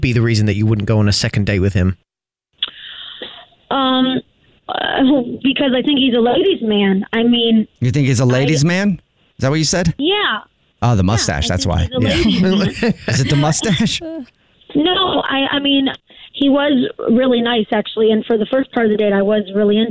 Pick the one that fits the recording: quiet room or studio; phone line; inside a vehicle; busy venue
phone line